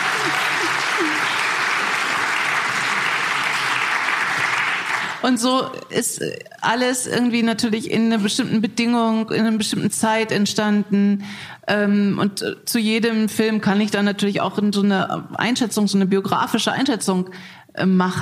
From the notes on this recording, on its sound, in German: Wir haben uns live in München vor Publikum unterhalten.